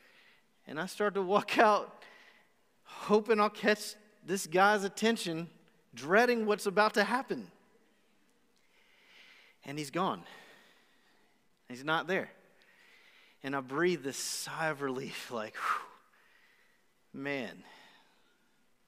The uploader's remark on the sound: Recorded live on January 31, 2021 at The Fellowship at Two Rivers.